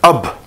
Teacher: So, like for example, if you say ab, now the ba doesn't have any fatha, kasra, dhamma, so it stops on the ba. No sound is carried forward. · Term: sukoon